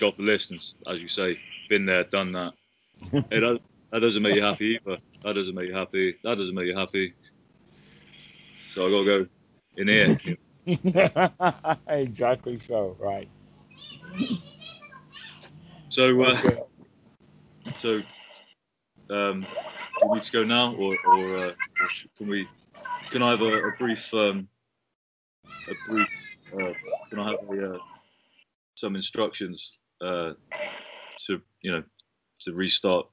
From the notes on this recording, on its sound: skype calls